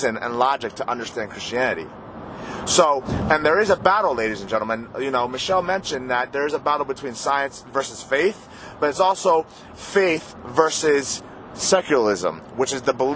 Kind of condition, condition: setting, inside a vehicle